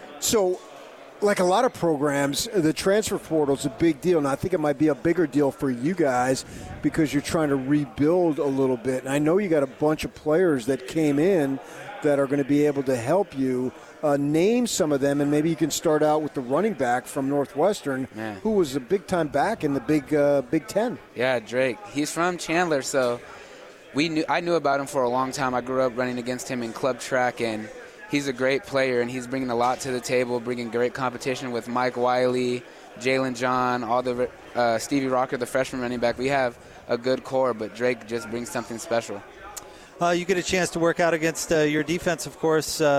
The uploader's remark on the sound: LIVE from Pac-12 Media Day in Los Angeles, CA.